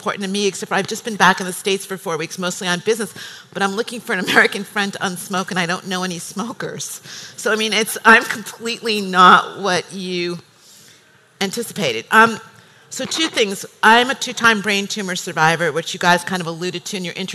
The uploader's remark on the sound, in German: live vom Emotion Women´s Day 2019